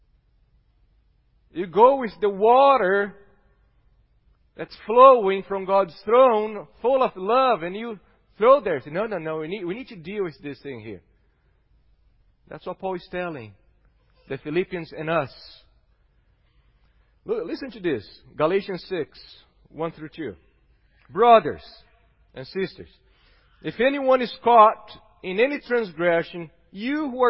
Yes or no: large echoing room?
yes